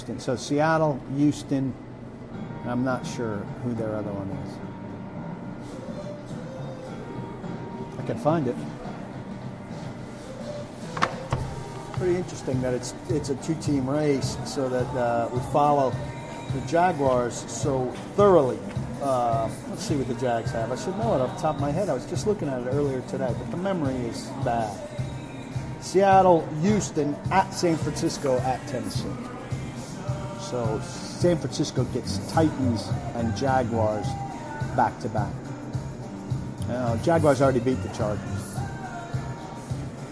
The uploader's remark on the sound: live from the DawgHouse Saloon in Nashville